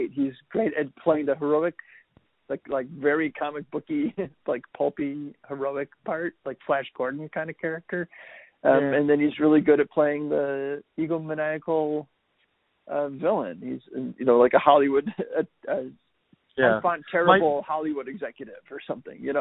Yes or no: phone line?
yes